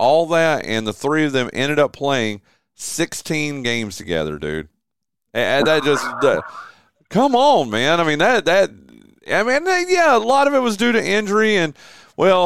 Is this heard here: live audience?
no